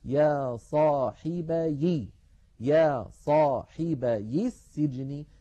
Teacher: سجني أول حرف فيها سين ساكنة، فالتقى ساكنان فنحذف، عفوا فنحرك الساكن الأول بالكسر فتصير يا صاحبي